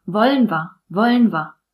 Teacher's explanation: Wir wird oft zu wa.